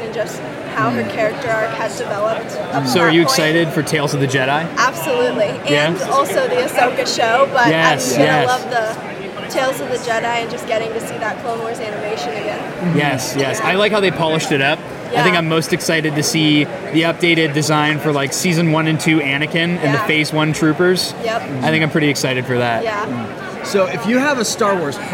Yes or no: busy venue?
yes